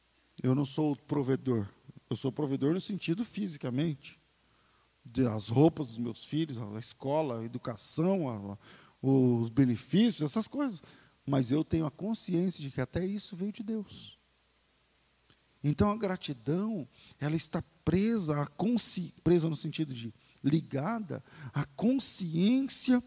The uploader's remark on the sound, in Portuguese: Culto ao vivo